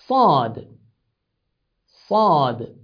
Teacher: This is the same S in English, but it is articulated with much emphasis. Instead of saying sad, you emphasize it stronger.